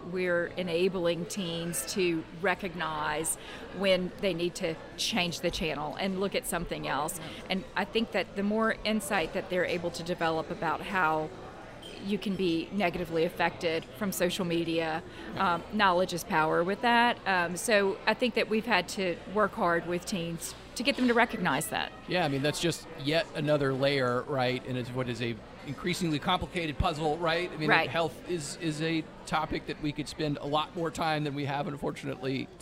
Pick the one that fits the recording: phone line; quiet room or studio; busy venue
busy venue